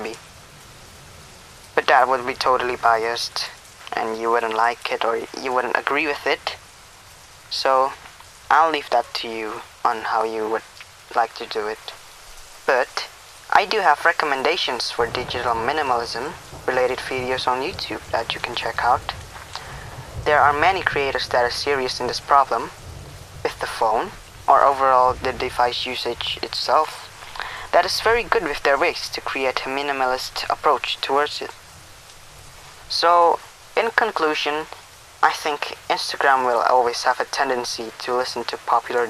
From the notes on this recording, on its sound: Yes i indeed recorded this in my car. Sorry for the duplicated audio on the podcast.